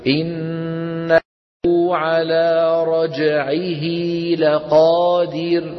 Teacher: نعم، قبلها فتحة وبعدها فتحة، فنطول الضمة حتى يتولد منها واو في النطق